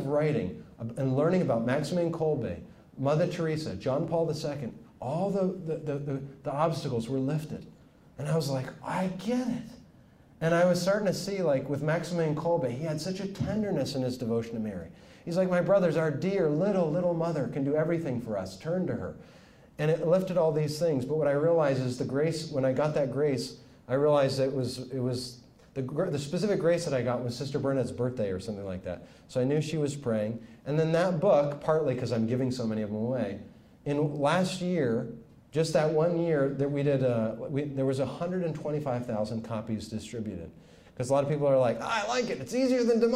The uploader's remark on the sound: speaks to Franciscan University students